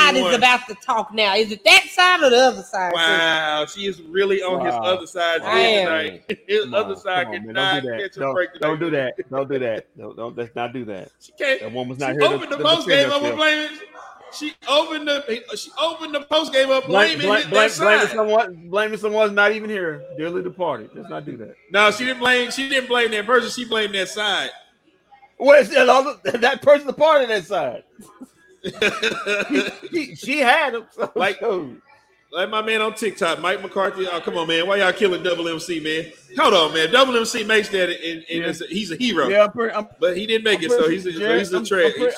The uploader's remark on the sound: Live from White Rock Ale House